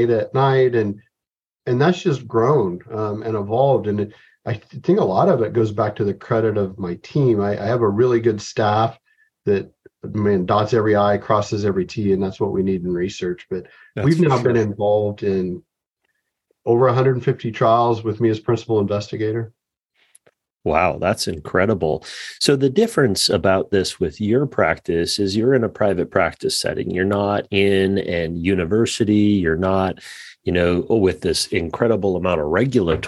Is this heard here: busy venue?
no